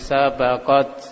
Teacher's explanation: ta menyentuh gigi seri atas maka di situ keluar hamasnya ya. Sabaqat ya, jadi tidak terlalu dihamaskan seperti itu.